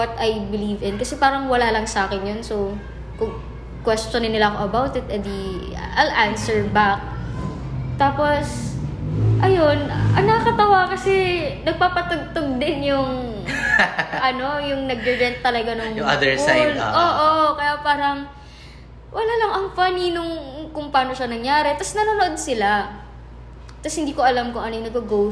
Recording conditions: sounds in the background